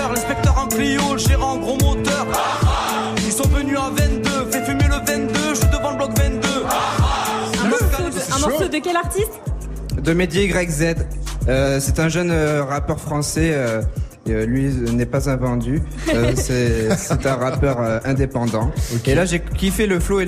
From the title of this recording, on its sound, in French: Good Morning Cefran en direct de lycée Gustave Eiffel à Bordeaux